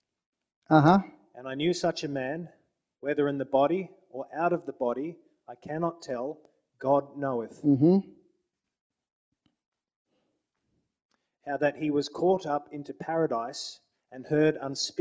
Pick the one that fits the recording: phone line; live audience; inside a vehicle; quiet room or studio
live audience